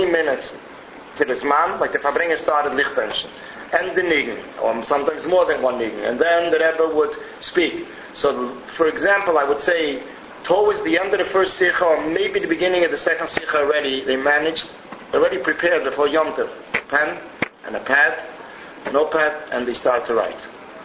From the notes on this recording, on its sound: This file was originally, delivered as a shiur in a Crown Heights Mosad.